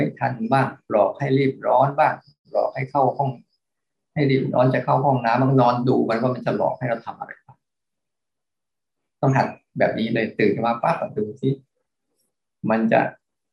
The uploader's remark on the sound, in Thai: คอร์สออนไลน์ (ผ่านโปรแกรม Zoom)